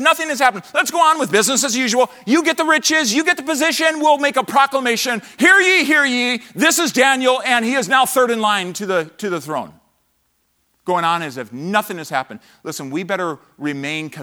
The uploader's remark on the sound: from the chapel platform of Baptist College of Ministry during the 2024 Spiritual Awakening Conference